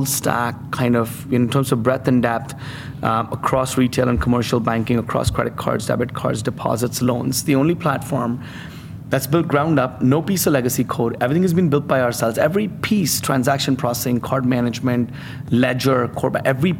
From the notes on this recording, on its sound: LIVE FROM MONEY 20/20.